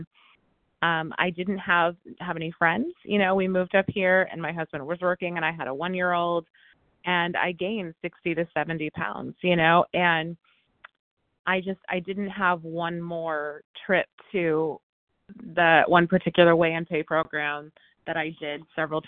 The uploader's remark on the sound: from the 100 Pounders Phone Meeting